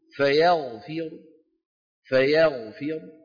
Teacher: فيغفر عند الوصل الراء مفخمة، وعند الوقف بالروم أيضا الراء مفخمة